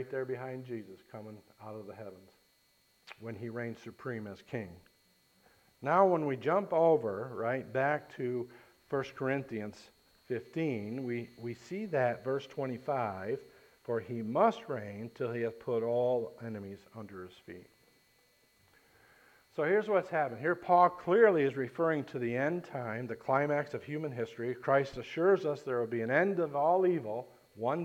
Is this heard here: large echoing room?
yes